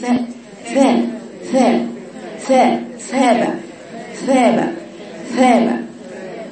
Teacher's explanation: ولولا الهمس في الثاء ثم لصارت زالة